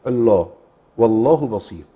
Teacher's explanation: لام في اسم الجلالة مفخمة